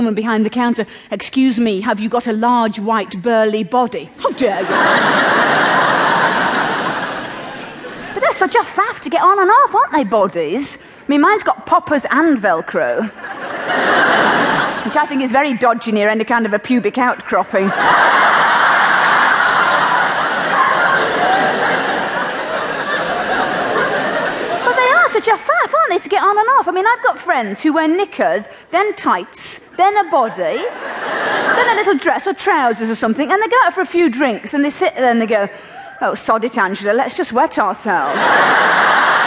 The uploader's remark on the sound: Recorded during her late 90s UK tour